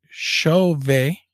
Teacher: You don't pronounce the T. It is French.